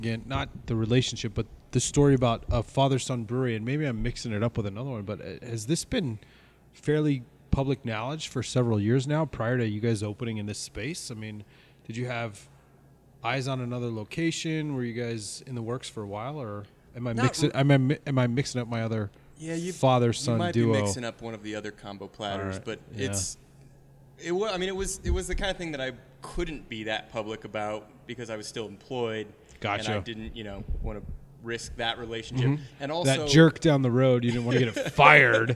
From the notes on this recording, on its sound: We got back together at Barquentine Brewing. After three months of Zoom interviews, we got back together at Barquentine Brewing.